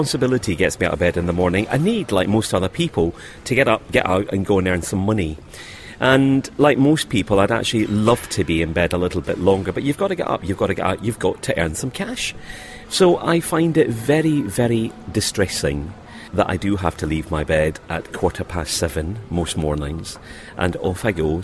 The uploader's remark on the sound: On Location interviews at the Sheraton Grand Hotel